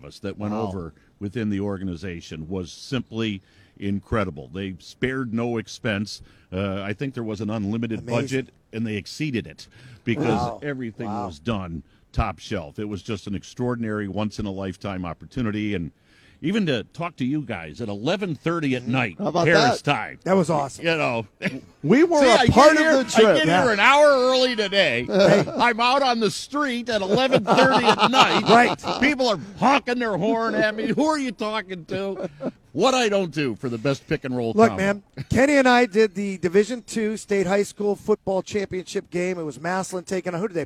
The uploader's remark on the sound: live from Rocket Mortgage Fieldhouse